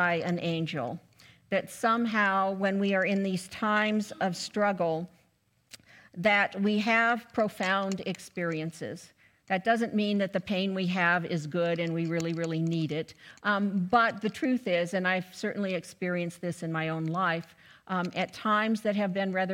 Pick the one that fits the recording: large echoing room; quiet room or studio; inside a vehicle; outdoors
large echoing room